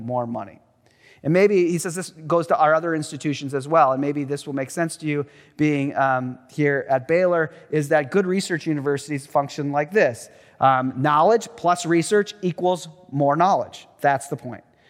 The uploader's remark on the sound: Truett Chapel-- 2023 Willson-Addis Lecture